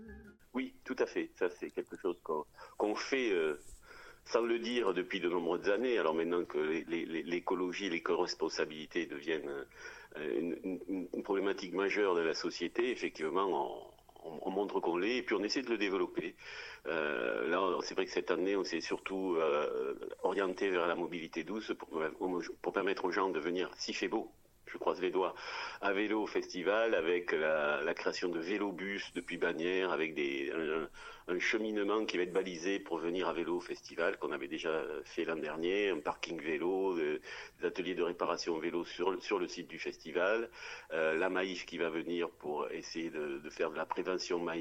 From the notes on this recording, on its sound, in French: Interview téléphonique